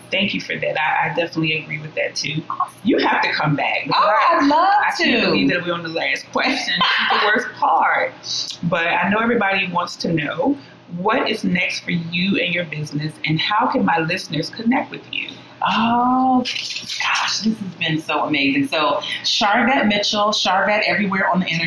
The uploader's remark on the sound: Please forgive the sound quality. Trying a new process.